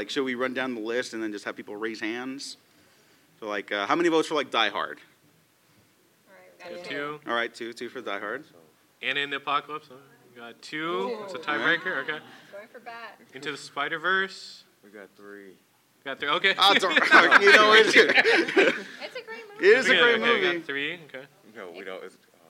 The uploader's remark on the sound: Live panel at L.A. Comic Con 2022